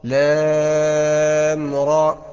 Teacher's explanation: ما بثقلش الراء، ما بضغمش الراء، راء ساكنة عادي · Term: مخفف